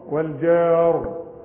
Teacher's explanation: لا، مش مكسورة عند الوقف، عند الوقف ساكنة، ومدام هتوقف عليها وقبلها مفتوح فخم